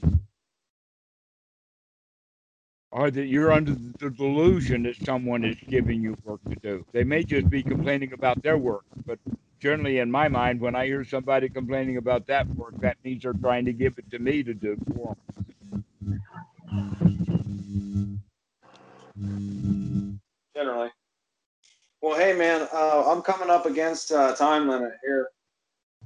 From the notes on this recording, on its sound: Skype calls.